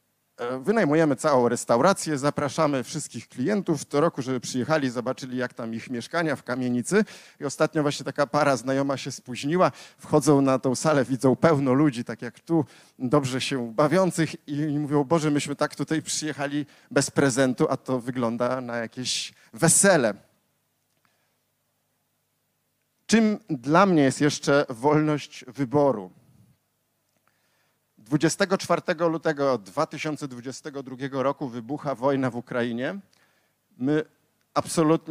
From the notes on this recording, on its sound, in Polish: Odcinek jest nagraniem wystąpienia z Weekendu Kapitalizmu - trzech dni celebracji wolności, niezależności i dobrego biznesu; prelekcji, debat i pokazów filmowych. Warszawskim Teatrze Palladium.